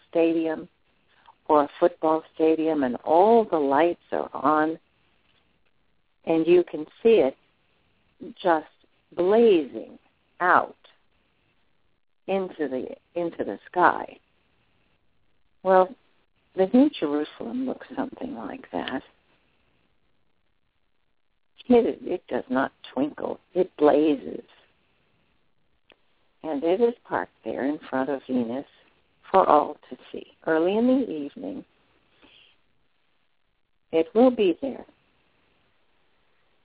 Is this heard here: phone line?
yes